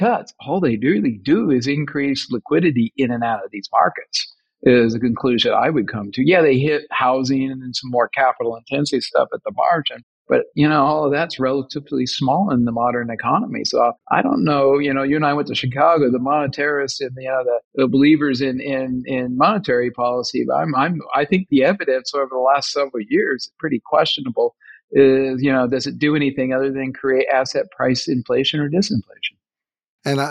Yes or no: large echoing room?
no